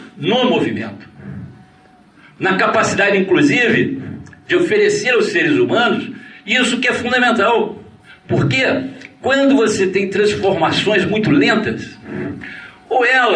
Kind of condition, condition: setting, large echoing room